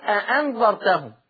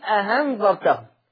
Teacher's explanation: اي همزتين جنب بعض الورش ما يحققش الهمزة التانية ابدا · Shown in: second take